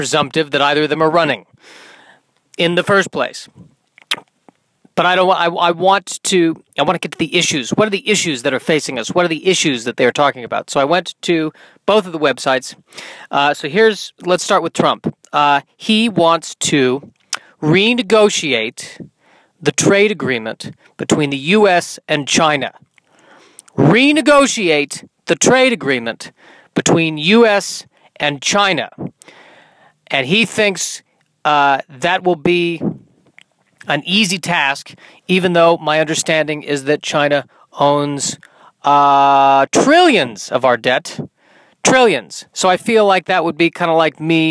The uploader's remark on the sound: in my car on a Sunday afternoon